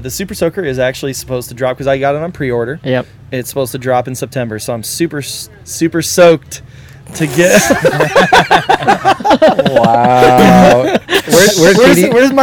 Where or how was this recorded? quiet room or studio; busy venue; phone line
busy venue